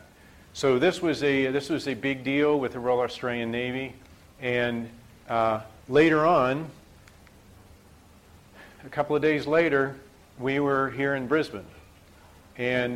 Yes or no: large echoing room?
yes